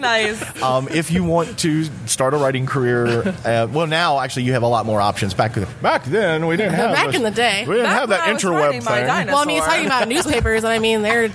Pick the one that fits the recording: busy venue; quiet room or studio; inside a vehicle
busy venue